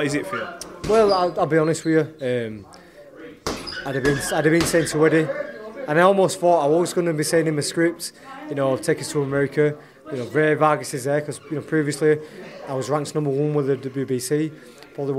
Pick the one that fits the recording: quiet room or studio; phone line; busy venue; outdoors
busy venue